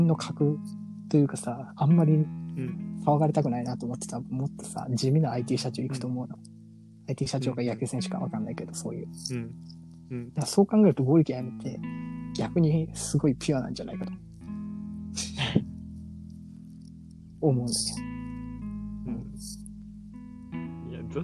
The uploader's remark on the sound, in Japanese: 機器の仕様で、録音された2人の会話が実際のものとズレています。そのため、一部相槌などがおかしいところがありますがご了承ください。またノイズが入っていてやや聞きづらくなっています。すみません。